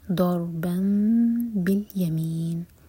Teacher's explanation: تنوین تھی next word با سے شروع ہو رہا ہے تو یہاں ہم کریں گے اقلاب نون کا ساؤنڈ میم میں چینج ہوا